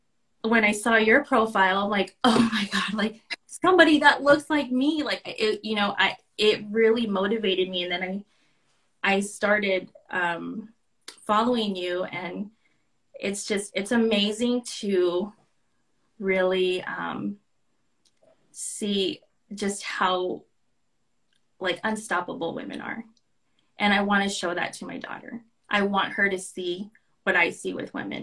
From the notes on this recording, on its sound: In this IG Live